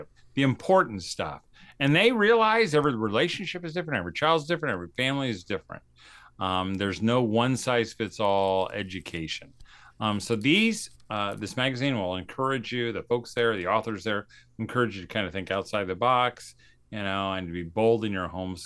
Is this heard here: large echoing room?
no